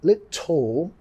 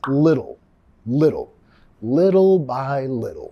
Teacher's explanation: Vamos a pronunciar la TT, la doble T, como la R suave de español. · Shown in: second take · No decir little, más little.